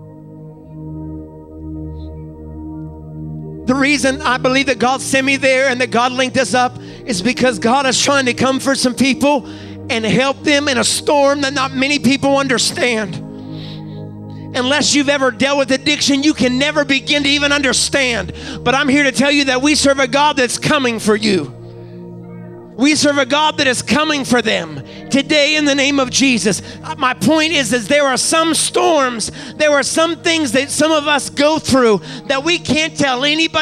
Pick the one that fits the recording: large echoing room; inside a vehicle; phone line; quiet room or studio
large echoing room